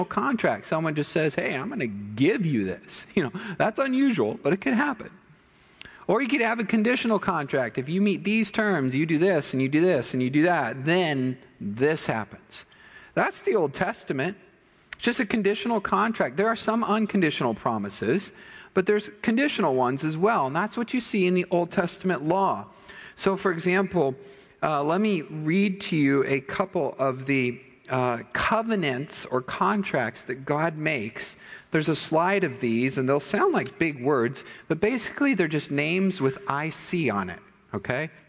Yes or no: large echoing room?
yes